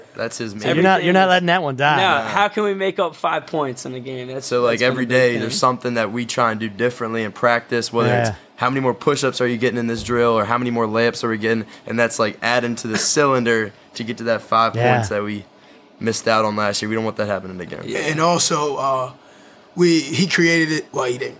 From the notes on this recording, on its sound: Recorded each week at Chad's BBQ in Edgewater, MD. Recorded each week at Chad's BBQ in Edgewater, MD and produced by Spaceman World Media.